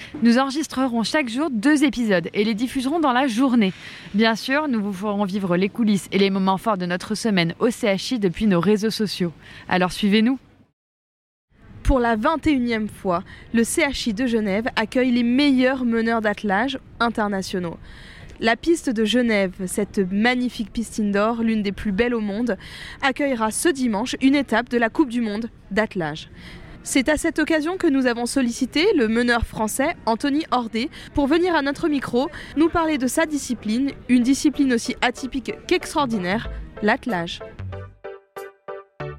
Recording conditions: busy venue